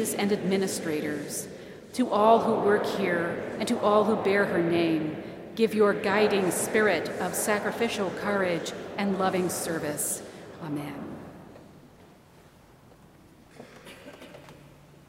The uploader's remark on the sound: Spoke to seniors from the pulpit of the University Chapel during the Baccalaureate service.